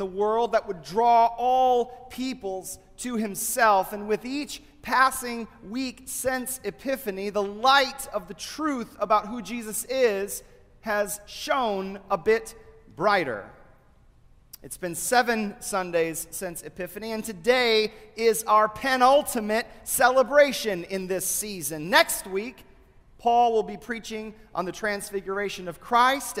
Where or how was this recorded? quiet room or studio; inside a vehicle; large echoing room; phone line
large echoing room